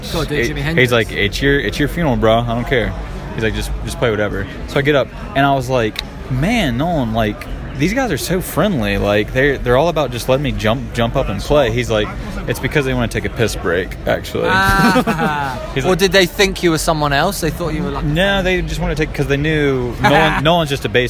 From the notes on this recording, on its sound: Join us on location at Corazon restaurant in London for what are rumoured to be the best tacos in town..